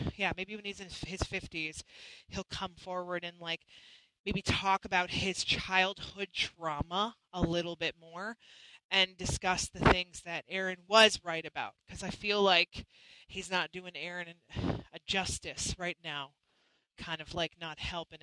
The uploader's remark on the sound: Our Internet was a little choppy for this live.